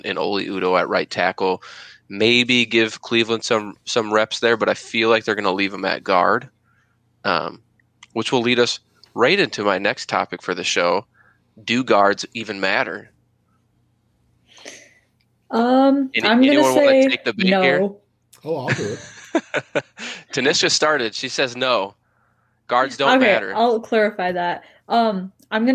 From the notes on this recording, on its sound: In the truck and joining the crew